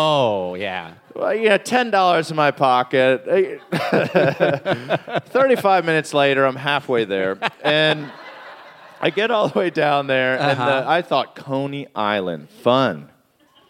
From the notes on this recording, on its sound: It's Bananas live from Brooklyn!